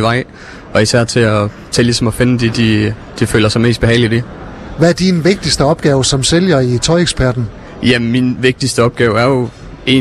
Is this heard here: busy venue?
yes